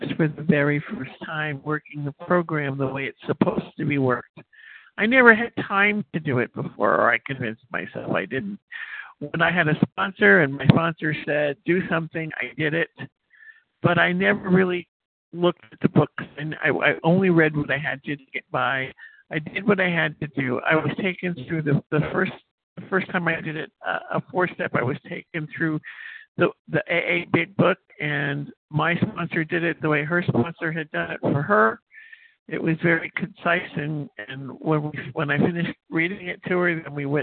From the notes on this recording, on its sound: from the 100 Pounders Phone Meeting, 11/17/23.